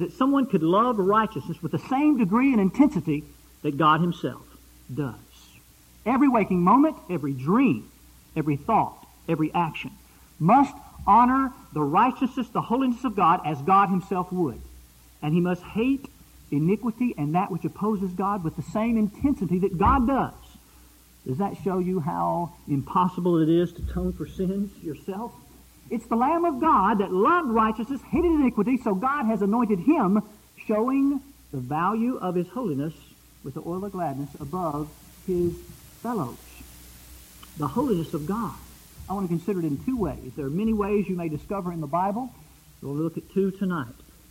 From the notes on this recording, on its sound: Preached at Eureka PBC.